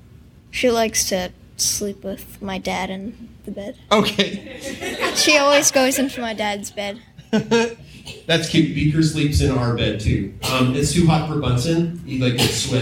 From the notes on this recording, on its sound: This is a little ADORABLE recording from our live show from Telus Spark. Invited kids to come up and talk about their pets.